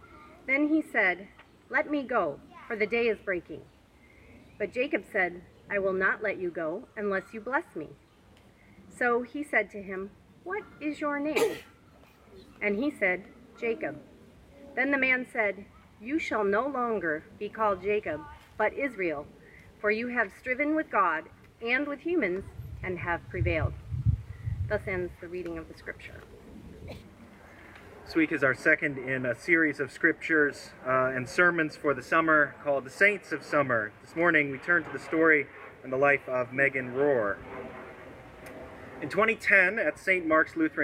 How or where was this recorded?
outdoors